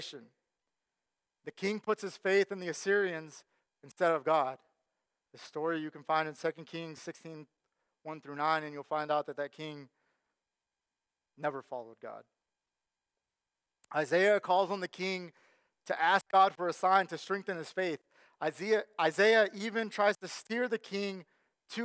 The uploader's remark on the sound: Sermon Audio from our Worship service